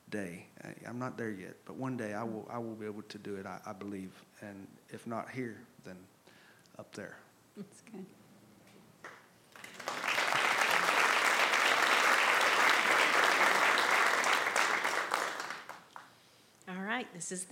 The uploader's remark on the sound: This episode was recorded live at The Franklin Theatre (Franklin, TN) on Oct.